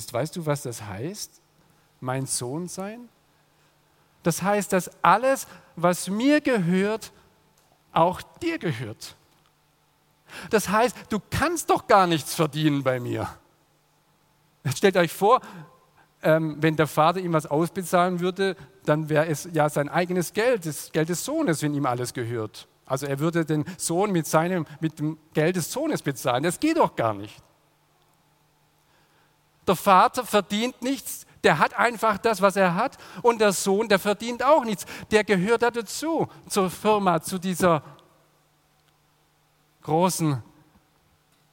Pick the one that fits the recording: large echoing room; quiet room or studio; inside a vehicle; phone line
large echoing room